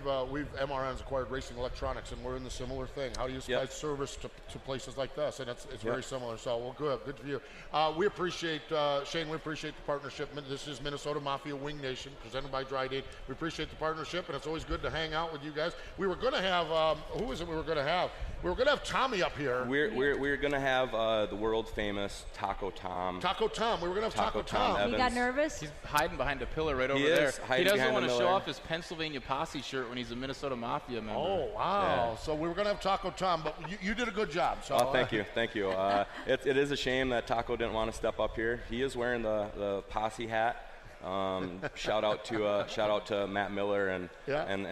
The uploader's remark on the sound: live from the AGCO Jackson Nationals